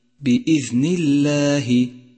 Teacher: رققت اللام هنا لأنها سبقت بحرف مكسور · Term: ترقيق